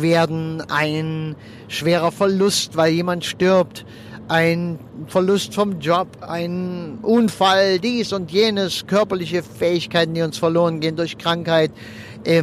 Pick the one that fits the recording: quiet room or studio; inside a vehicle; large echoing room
inside a vehicle